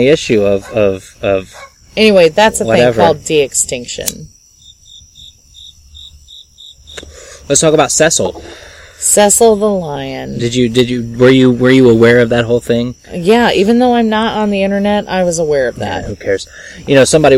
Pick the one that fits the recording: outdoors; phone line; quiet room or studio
outdoors